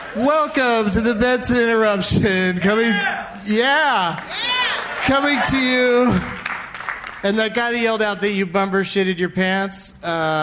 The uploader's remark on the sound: Taped in Seattle, WA at Bumbershoot Arts and Music Festival.